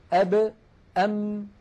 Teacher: الباء والميم تخرجان بانطباق الشفتين